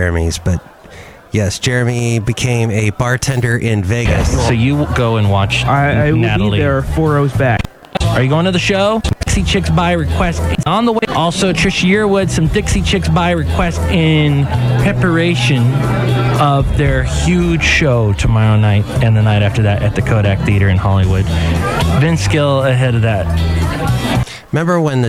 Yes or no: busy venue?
yes